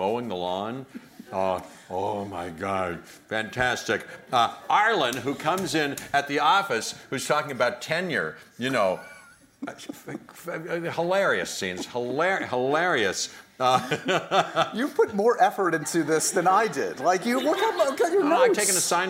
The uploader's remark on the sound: Taped in front of a LIVE NYC audience.